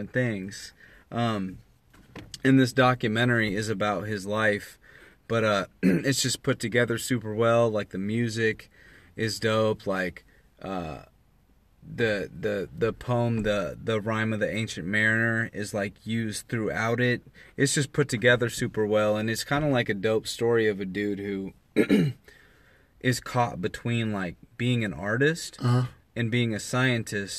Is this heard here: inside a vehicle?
yes